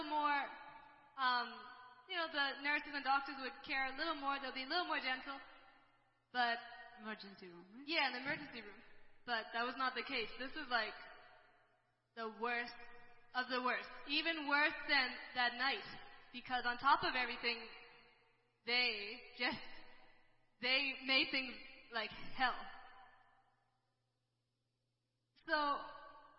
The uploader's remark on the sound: ELBIM Church Sunday LIVE Stream Audio